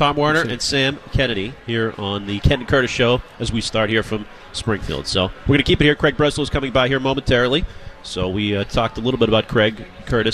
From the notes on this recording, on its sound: The guys are live from Red Sox Winter Weekend in Springfield